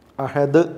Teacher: അഹദുൻ എന്ന് പറയാറില്ല, ആ നൂനിനെ നമ്മൾ ഒഴിവാക്കുകയാണ്. അഹദ് എന്നാണ് പറയുന്നത്. അപ്പോൾ തൻവീനിൻ്റെ ഉച്ചാരണം ചേർത്തി ഓതുമ്പോൾ മാത്രമേ വരുള്ളൂ.